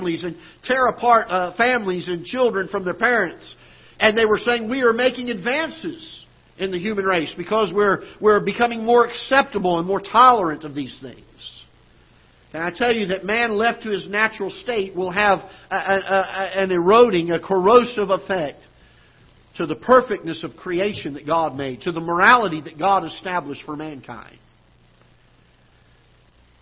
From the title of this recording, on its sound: Ketha Heights Baptist Church ~ Live Broadcast